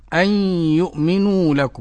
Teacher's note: إدغام بغنة. نعم. والغنة بمقدار حركتين